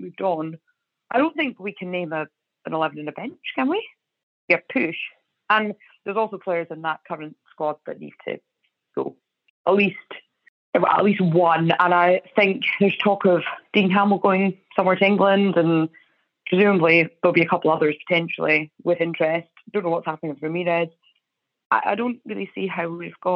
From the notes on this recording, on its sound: inaugural ABZFP Phone-In, as we throw open the hotlines